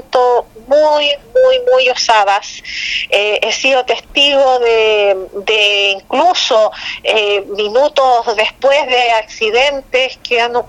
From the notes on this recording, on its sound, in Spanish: EN CONVERSACION TELEFONICA